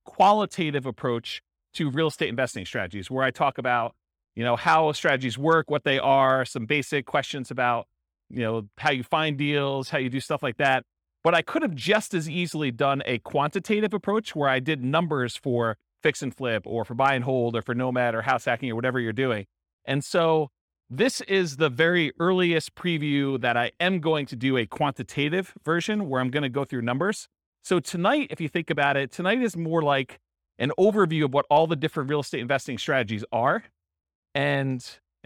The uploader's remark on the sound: This was a live class recorded.